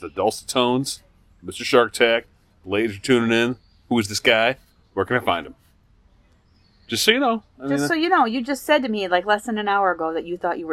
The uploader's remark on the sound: Recorded live at the golf course (er, overlooking the golf course).